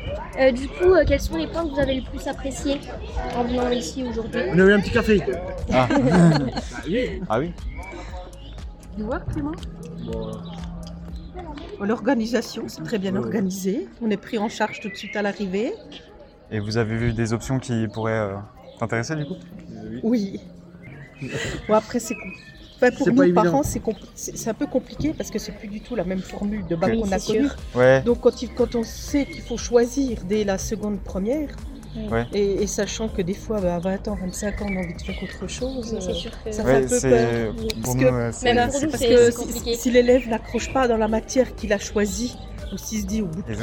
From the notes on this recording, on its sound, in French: A l'occasion, des portes ouvertes du lycée, nous avons enregistrer une émission un peu spécial.